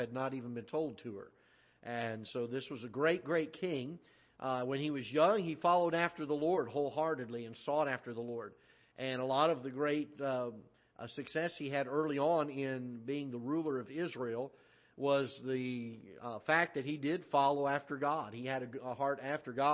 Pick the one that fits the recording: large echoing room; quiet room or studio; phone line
large echoing room